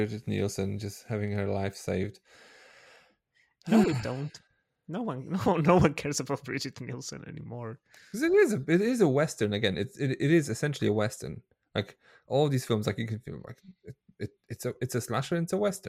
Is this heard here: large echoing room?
no